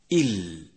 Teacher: الحروف الهجائية واليوم نتعرف على الحرف 23 منها وهو حرف اللام يخرج حرف اللام ما بين حافتي اللسان معا وما يحاذيهما من لثة الأسنان العليا